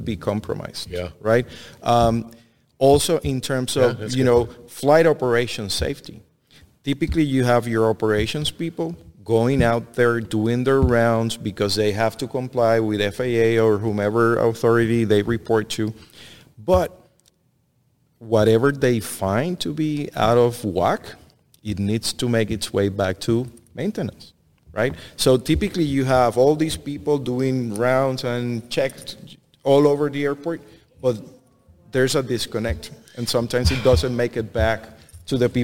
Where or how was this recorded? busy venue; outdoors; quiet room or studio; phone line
busy venue